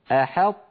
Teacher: بعد الحاء ننطق طاء ساكنة غير مقلقلة